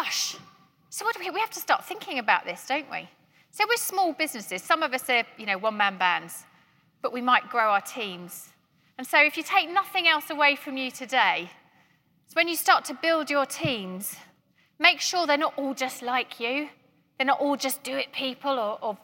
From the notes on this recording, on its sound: keynote at GREENHOUSE 2021